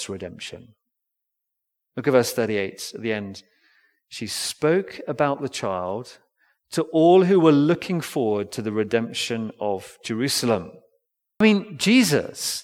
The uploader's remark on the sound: Recorded Live stream Sermon from Binscombe Church (BWS) 31st December 2023